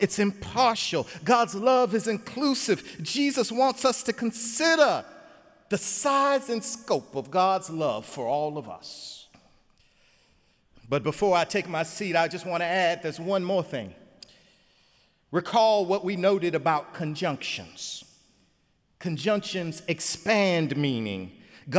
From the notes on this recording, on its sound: sermon on Easter Sunday, Sunday, April 16, 2017 in the Memorial Church